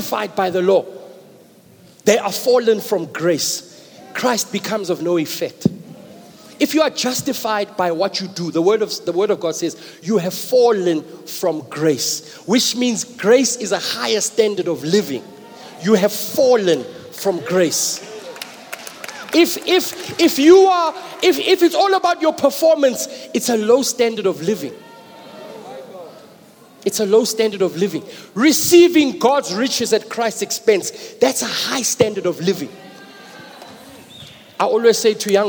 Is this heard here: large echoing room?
yes